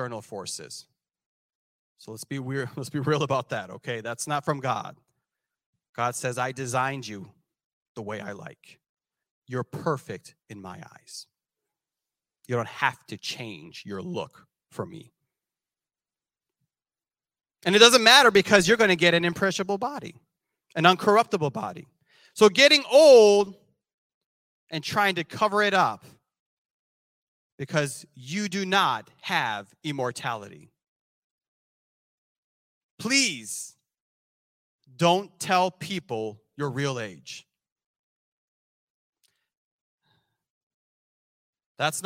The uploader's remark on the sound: This sermon was recorded live on July 3rd, 2022 at Newark United Pentecostal Church.